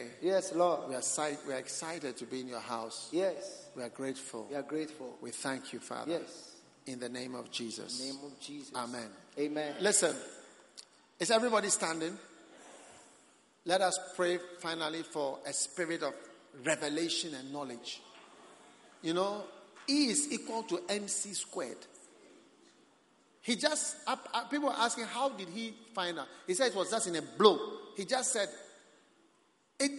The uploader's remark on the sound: Preached at the Prophetic Encounter Service.